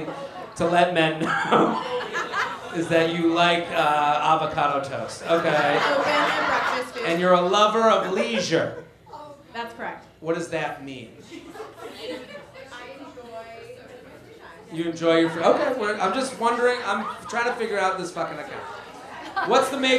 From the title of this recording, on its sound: LIVE From The Laughing Skull In Atlanta